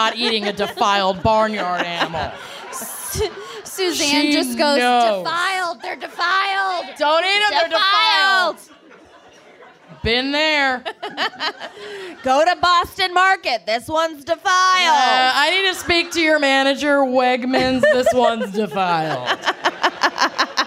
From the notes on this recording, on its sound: Boston LIVE. At a live show in Boston.